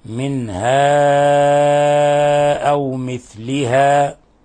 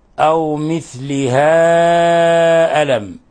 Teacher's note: المد في كلمة والهمزة في كلمة أخرى، فنمد حرف المد من 4 إلى 5 حركات · Term: مد منفصل